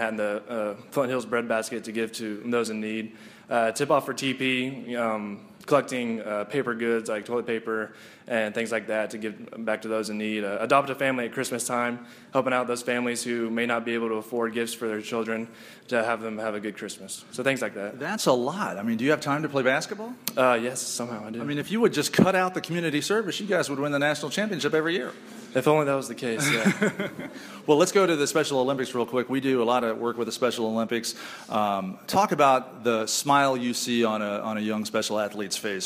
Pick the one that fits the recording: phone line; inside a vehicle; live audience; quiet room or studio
live audience